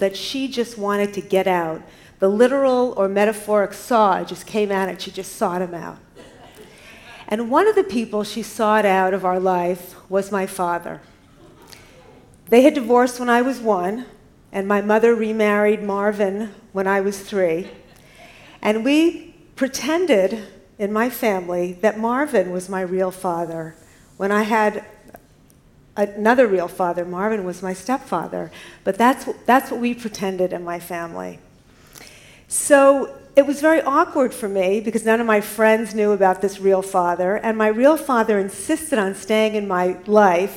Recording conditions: live audience